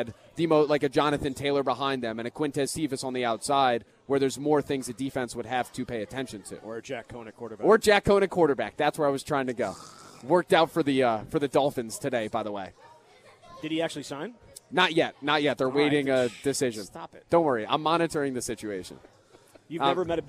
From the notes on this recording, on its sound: Live at Monk's in Sun Prairie.